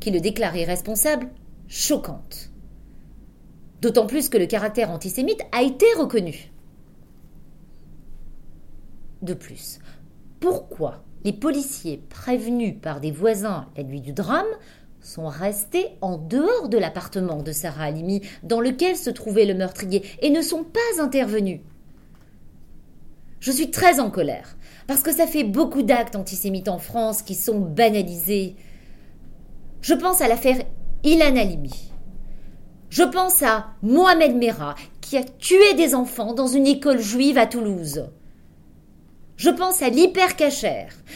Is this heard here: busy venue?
no